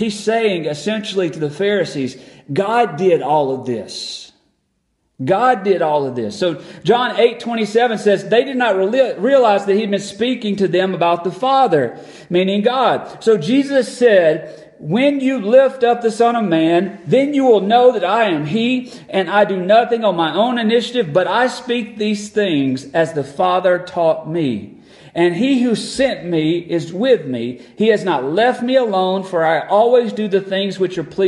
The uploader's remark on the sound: Recorded on December 7, 2022 at Friendship Baptist Church.